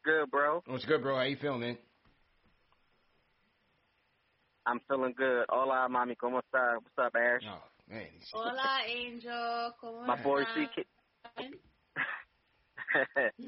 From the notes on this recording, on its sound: Post Game Show | Highlights & Caller Reactions.